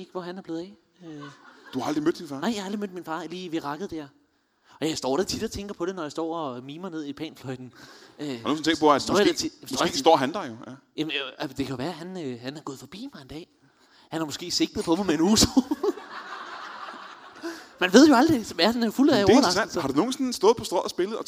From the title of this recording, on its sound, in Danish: LIVE fra Portalen i Greve